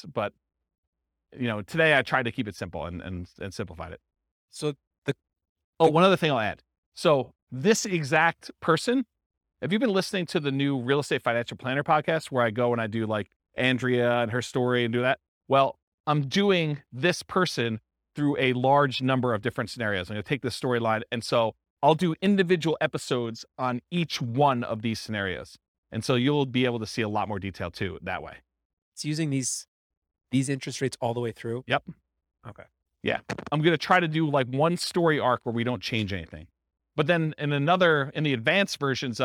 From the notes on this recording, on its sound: This was a live class recorded